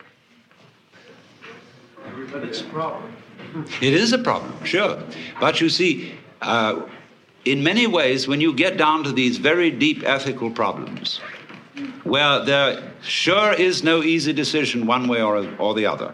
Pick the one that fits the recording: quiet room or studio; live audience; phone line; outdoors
live audience